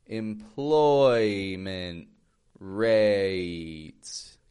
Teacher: Catch that A glide and the oi glide as well.